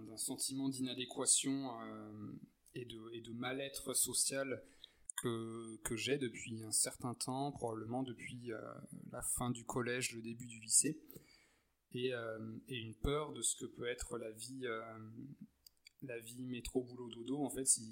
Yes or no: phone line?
no